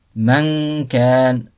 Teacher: Le son de la nun est clair mais nasalisé. · Term: ikhfa